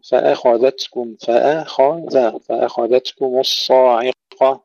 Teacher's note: ننتبه إلى تفخيم الخاء فقط وترقيق ما حولها